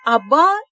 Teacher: Букву «г» мы не произносим, а произносим мы только огласовку, к ней относящуюся.